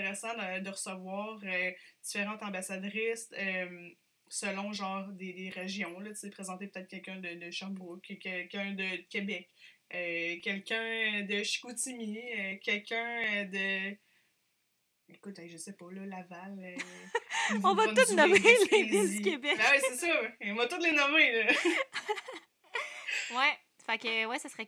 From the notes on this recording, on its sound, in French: Certains ajustements audio seront faits dans les prochains enregistrements.